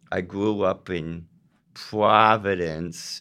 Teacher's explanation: So the R, the consonant R, is almost like a W.